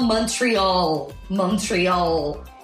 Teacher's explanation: a sílaba tônica vai pro final da palavra.